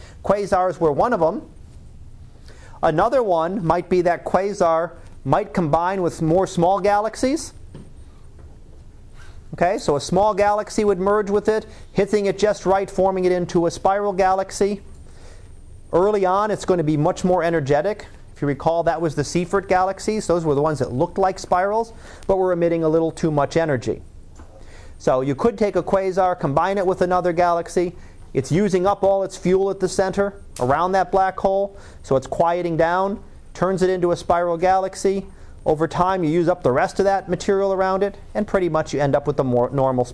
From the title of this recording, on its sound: Live Class Lecture